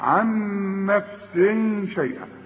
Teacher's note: ونون بعدها نون بيحصل إدغام في الاثنين، لأن النون الأولى بدون تشكيل والتانية متحركة.